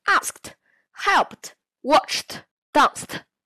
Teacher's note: 读音是以清辅音结尾的动词过去式，结尾的 ED 读 t。所谓清辅音，就是发音时声带不需要震动